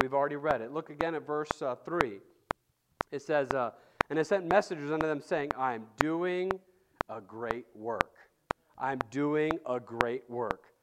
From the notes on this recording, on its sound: preached at Lighthouse Baptist Church in Schenectady, New York